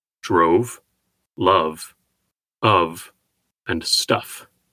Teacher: Because the sound has transitioned so much, the only similarity to tie together drove and stuff is the fact that the F sound and the V sound are both labiodental fricatives, the former unvoiced and the latter voiced